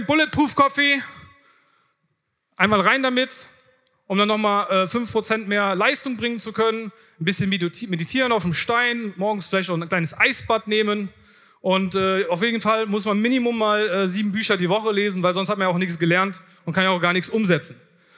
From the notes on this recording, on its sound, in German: Vortrag von der diesjährigen Founder Summit